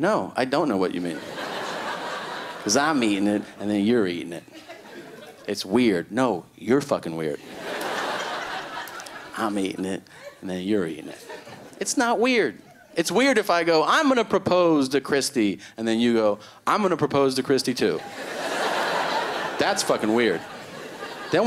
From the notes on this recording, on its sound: stand up from the Just For Laughs Festival in 2011